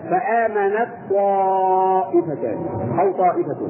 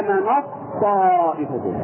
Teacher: فيصبح مثلين طاء مشددة بدون غنة